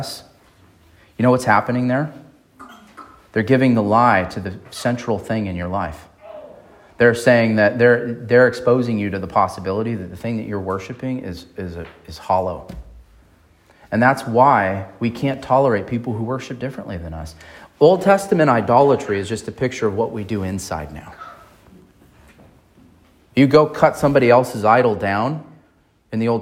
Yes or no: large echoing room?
yes